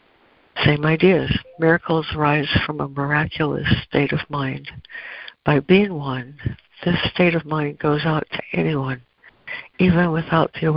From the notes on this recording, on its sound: ACIM Daily Conference Call.